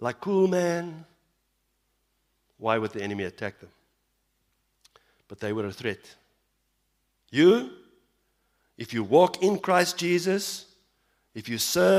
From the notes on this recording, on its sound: Evening Worship Service - 18 September 2022